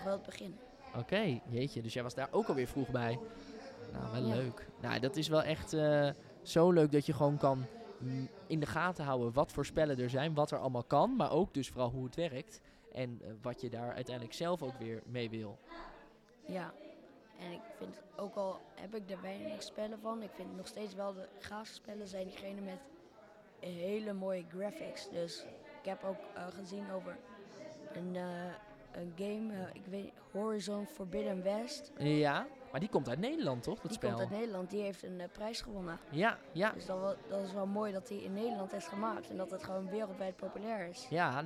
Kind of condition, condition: setting, busy venue